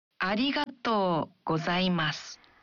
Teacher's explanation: Dalam mengucapkan arigato, bunyikan vokal o dalam to. Satu ketuk lebih panjang.